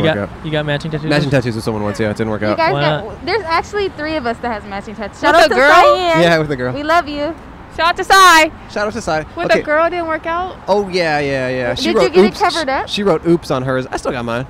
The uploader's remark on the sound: We set up in front of the iconic store for all the crap you need to stay alive! Recorded on May 22 on Santa Monica Blvd in Hollywood.